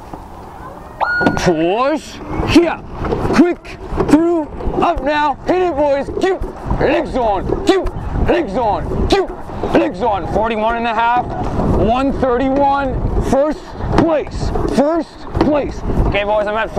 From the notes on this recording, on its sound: Rowing Coxswain Recording 4+ National Final. Lightweight 4+ Recording.